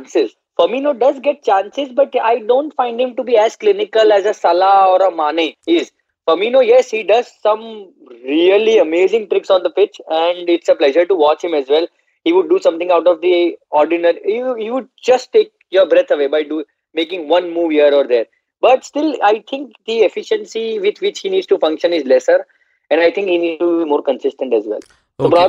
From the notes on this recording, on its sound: on the phone